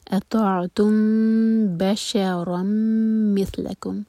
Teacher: میم کو ہولڈ کریں گے، ہوٹوں کو ٹائٹ بند نہیں کریں گے · Term: اخفاء شفوی